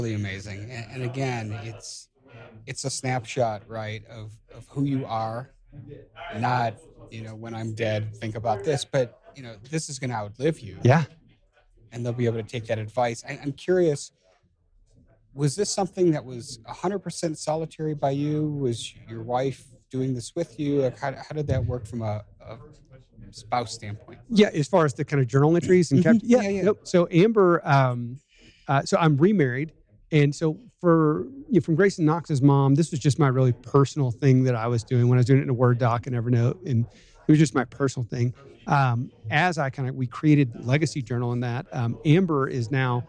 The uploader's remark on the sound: we’re joining you live on location in Park City, Utah at the GoBundance event